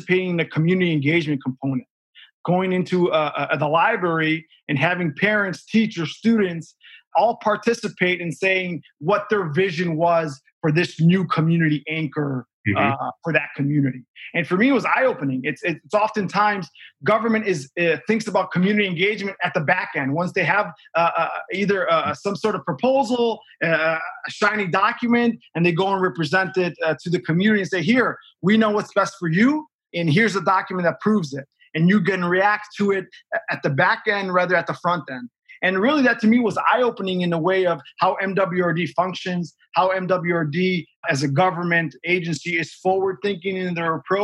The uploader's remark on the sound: This Dialogue was conducted over Zoom, in recognition of the importance of safety and social distancing in the pandemic.